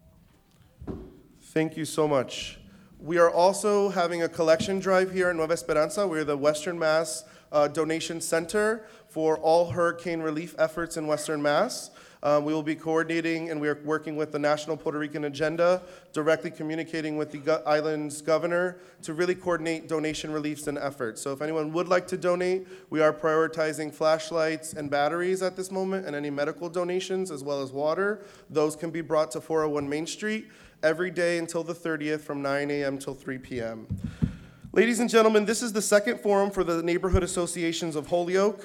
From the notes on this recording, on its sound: This is the recording of the Holyoke Mayoral Candidates Forum. At El Mercado, in South Holyoke.